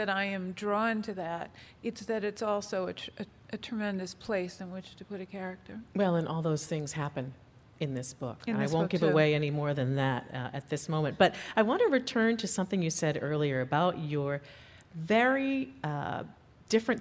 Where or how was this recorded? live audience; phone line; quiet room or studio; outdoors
live audience